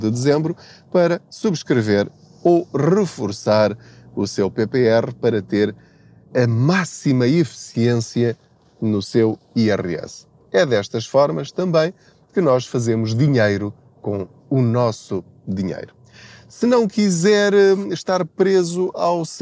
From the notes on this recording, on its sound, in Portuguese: Não ligue aos barulhos da viagem.